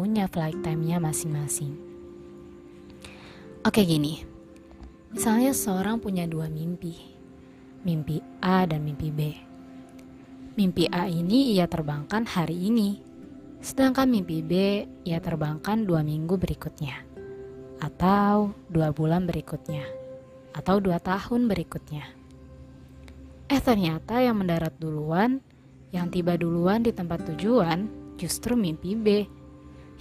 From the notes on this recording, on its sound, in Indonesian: ada sedikit noise di awal